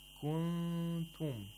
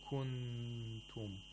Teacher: You could also say in kuntum by approximating the place of articulation of kaf. · Shown in: first take · Term: ikhfa